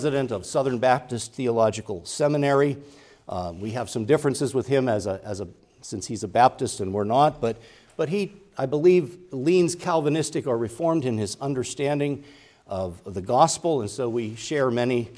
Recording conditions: large echoing room